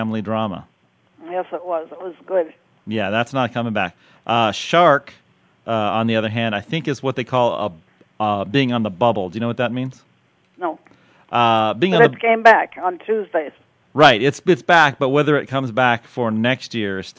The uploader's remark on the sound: Well, OK, we only called out of the podcave to one person, but you never know when your phone will ring!